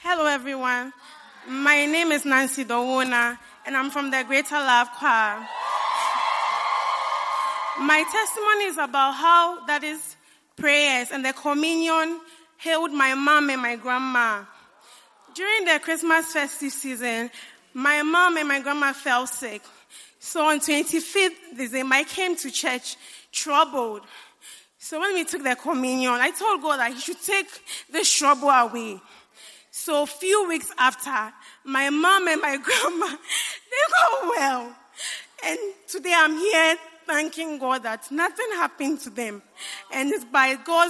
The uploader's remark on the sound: Preached at the First Love Center.